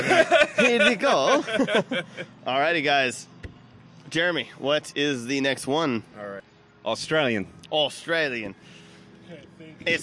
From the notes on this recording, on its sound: Live at Backstreet Brewery!